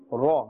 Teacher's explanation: the Ra has a Fatha and therefore we are pronouncing it with a thick tone and a fuller mouth.